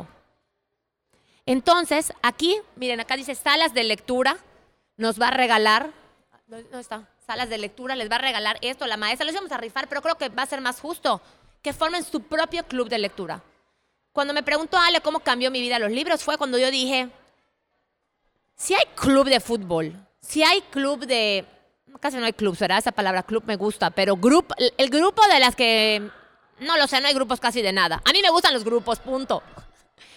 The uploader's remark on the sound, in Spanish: fue en la Feria Internacional del Libro de Yucatán (FILEY) y con una audiencia maravillosa.